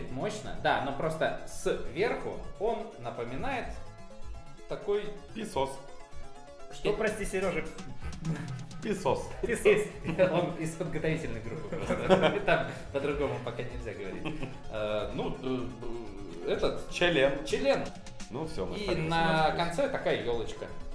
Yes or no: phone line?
no